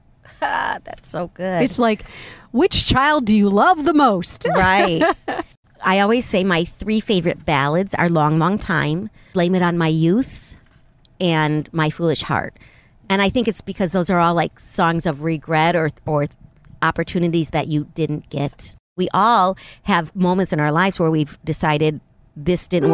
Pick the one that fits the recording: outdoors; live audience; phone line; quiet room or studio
outdoors